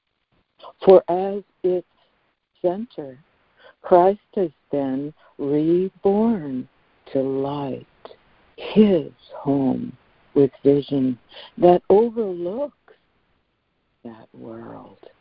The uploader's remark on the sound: ACIM Daily Conference Call